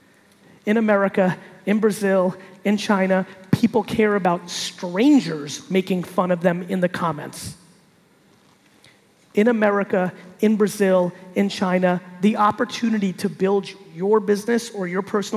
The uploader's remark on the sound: RD Summit 2019. A keynote that I gave at the RD Summit in Brazil.